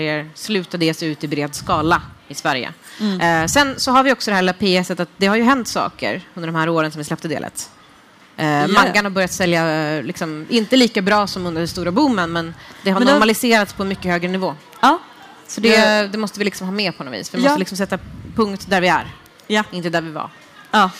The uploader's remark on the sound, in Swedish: frågestund inför livepublik